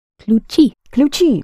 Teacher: Ключ, a masculine noun. And keys, you accent the ending.